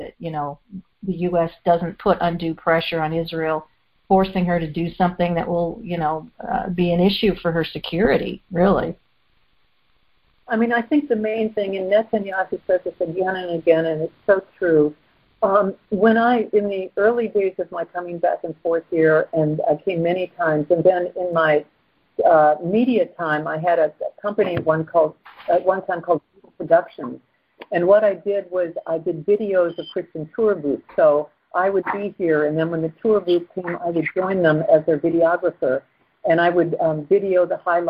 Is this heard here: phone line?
yes